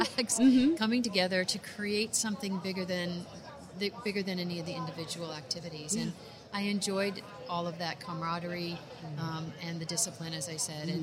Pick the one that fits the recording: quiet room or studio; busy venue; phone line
busy venue